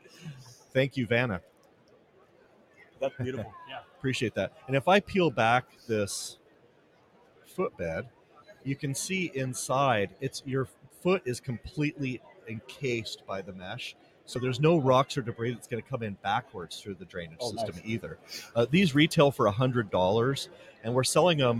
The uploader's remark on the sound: ICAST Live